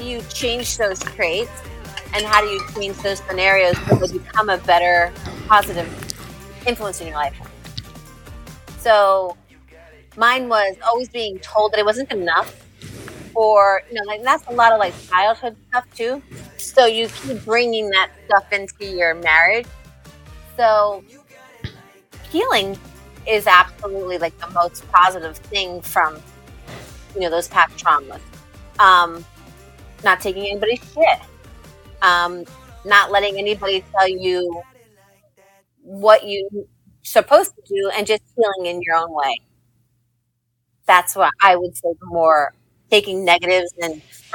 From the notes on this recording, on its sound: Pardon the dust and technical difficulties. The audio is not the best out of Columbia, MO.